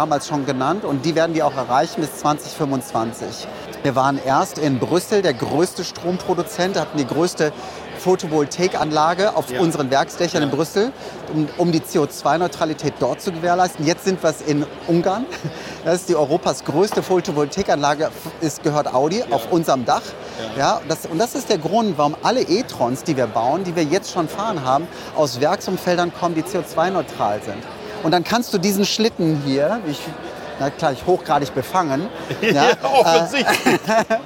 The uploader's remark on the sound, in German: Auf dem diesjährigen Greentech Festival in Berlin